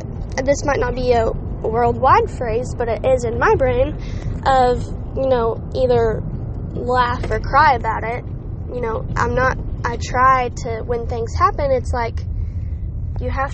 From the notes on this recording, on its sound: completely unedited and recorded from the car